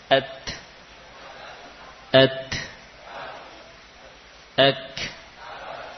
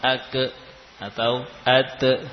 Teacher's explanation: Ya, jadi menempel saat kemudian lepas. Baik, untuk ta dan kaf, ketika lepas diikuti dengan nafas. · Shown in: first take